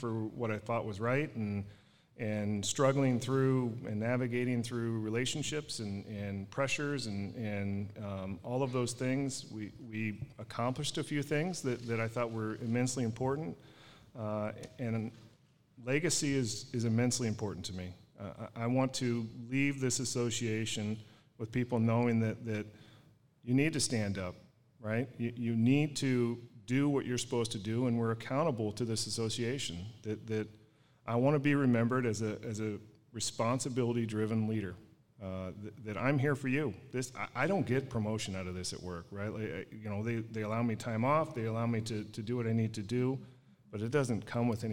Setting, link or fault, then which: setting, busy venue